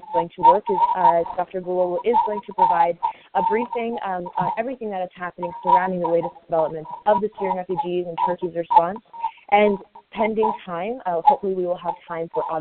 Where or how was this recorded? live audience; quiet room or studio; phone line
phone line